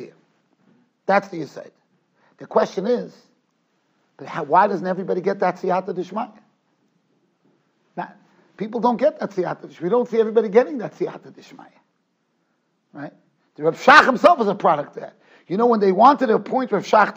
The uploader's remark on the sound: Shiur recorded in Yeshivas Ohr Reuven, Monsey, NY.